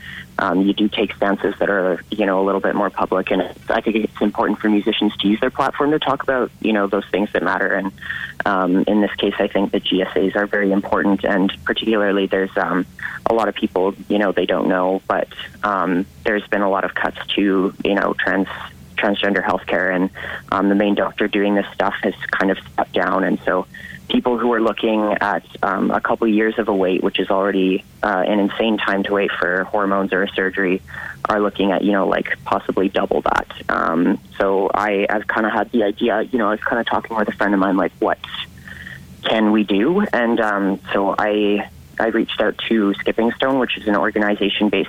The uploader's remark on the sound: on the phone